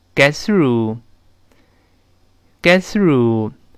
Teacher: 舌头吐出来点儿往回缩，呲，呲，舌面跟上牙蹭一下